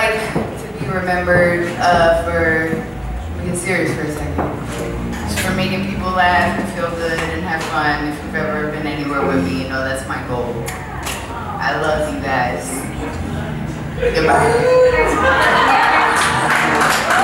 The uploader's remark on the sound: UCB AT SUBCULTURE BRINGS TO YOU ICMTU LIVE FOR THE NYCF. A special guest from the audience.